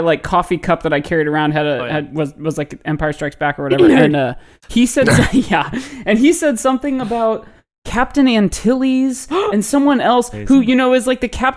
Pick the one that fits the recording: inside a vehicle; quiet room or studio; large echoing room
quiet room or studio